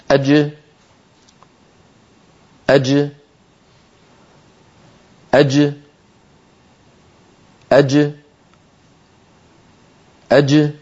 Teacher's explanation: الجيم تخرج بتباعد وسط اللسان عما يحاذيه من الحنك الأعلى · Term: حروف القلقلة